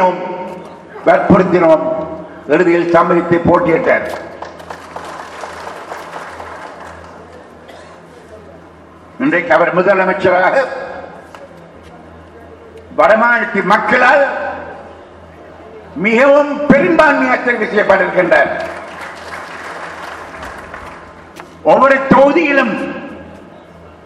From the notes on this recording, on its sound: addressing the audience at the oath-taking ceremony for the elected representatives of the Northern Provincial Council